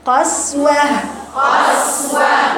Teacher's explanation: السين فيها صفير ورخاوة